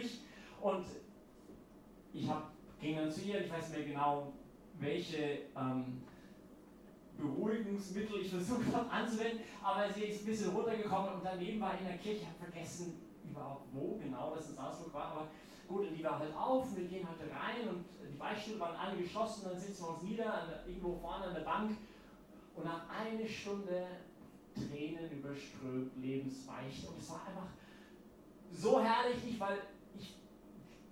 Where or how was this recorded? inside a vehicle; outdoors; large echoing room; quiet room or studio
large echoing room